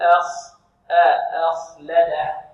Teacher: فهنا لو الهمزة درسناها مفردة نقول مخرجها من الحلق وهي مرققة وما إلى ذلك، والخاء مخرجها من الحلق وهي مفخمة